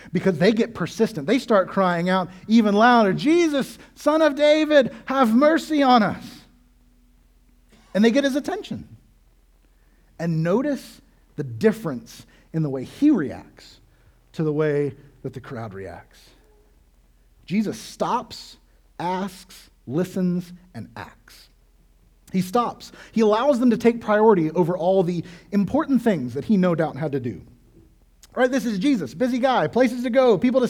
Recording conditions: large echoing room